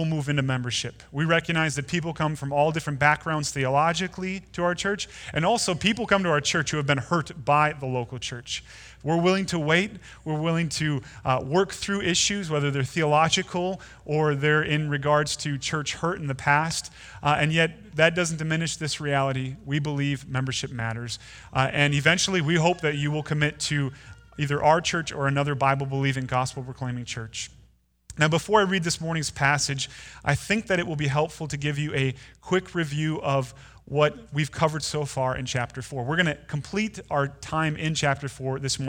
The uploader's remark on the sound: Delivered Sunday, February 16, 2020 at Woodridge Community Church (New Berlin, WI).